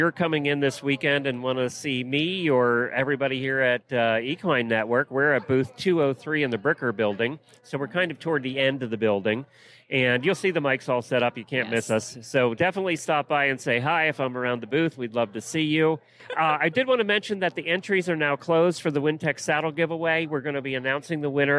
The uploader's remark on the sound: Live from Day 1 at Equine Affaire, Ohio. Live from Equine Affaire in Ohio. They bring you interviews with some of the fascinating clinicians, vendors and spectators that are attending this year!